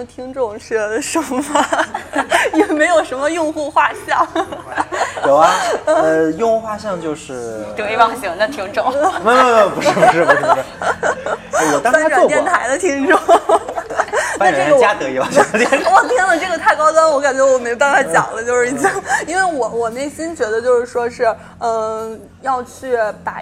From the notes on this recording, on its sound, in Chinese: 是我和两个朋友一起在咖啡馆聊天的部分录音剪辑